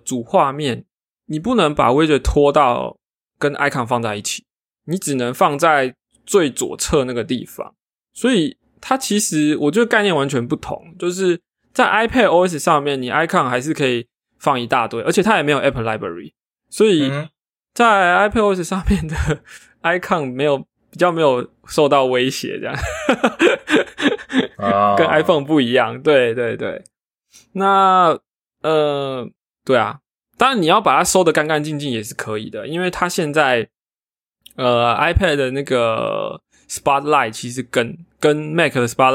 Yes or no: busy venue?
no